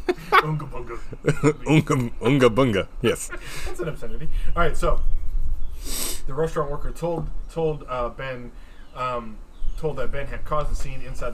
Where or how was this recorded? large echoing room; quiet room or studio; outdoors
outdoors